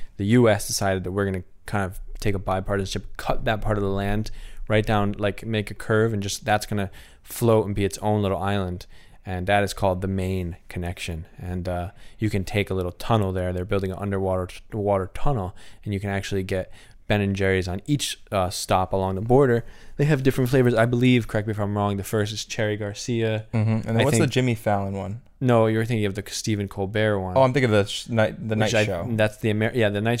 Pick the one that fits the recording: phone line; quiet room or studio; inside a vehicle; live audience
quiet room or studio